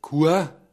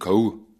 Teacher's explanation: Schwäbisch klingt es in einem Teil von Mittelfranken eher als Kur und das Bayerische hat seinen Einfluss geltend gemacht durch die Kau